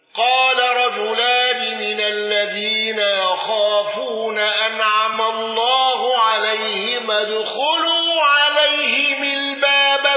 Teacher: ابن كثير بصلة ميم الجمع وصلة هاء الضمير